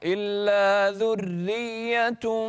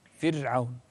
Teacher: الراء في فرعون دائما مرققة